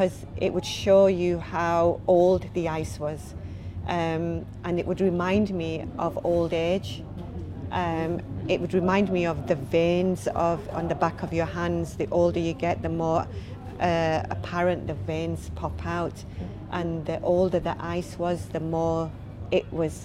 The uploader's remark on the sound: Following her talk at Keswick Mountain Festival on the Craghopper stage. The weather turned and there is a bit of background noise due to the wind and other festival goers. The other issue was a technical one, meaning there is only one camera view.